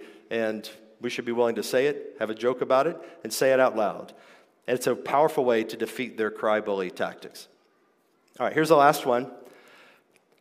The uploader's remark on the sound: This episode is a live recording. From the 2023 King's Domain Conference.